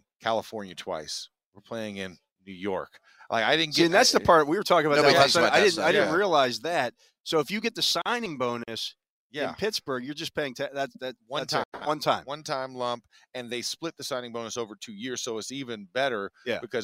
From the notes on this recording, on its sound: The Drive LIVE from the NFL Combine.